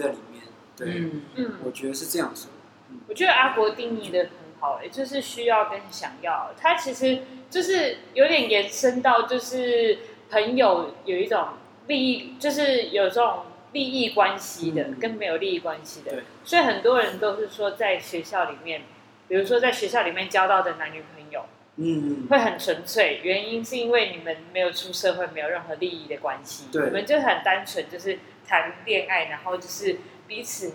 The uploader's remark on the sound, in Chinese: 錄音地點｜ 藍色咖啡館 108台北市萬華區大理街131號